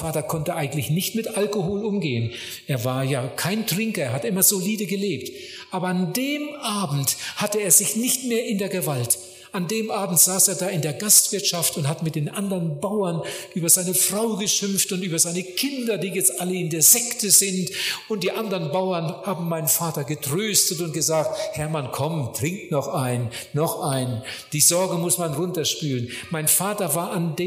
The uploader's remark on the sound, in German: bei einer Evangelisation in Mexiko im Jahre 2013 gehalten